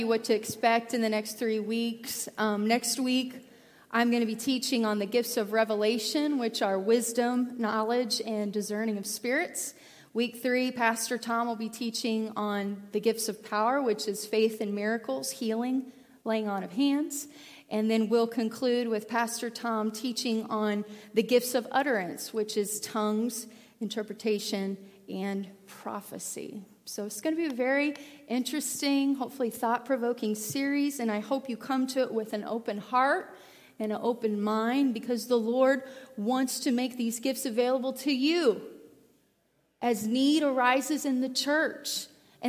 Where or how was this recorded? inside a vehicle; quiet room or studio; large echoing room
large echoing room